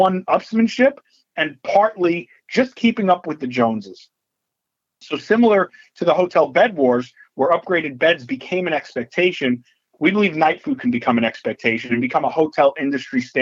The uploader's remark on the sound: Nightfood March 2023 Conference Call